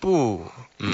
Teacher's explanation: of a sound. And I always learnt the fourth tone as an angry, straight from like high to low sound, but it's more of a kind of arcing downwards. So it's like a boo, boo.